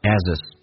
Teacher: Do the same kind of job as hisfather，通常我们会说 as 跟 his 有个击穿， h 音不发音， z 跟 i 形成连音叫 ashis